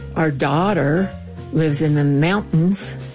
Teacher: Coloradoans don't pronounce T's in the middle of words. It's kind of like you could say, our daughter lives in the mountains, but not in Montrose or Minern.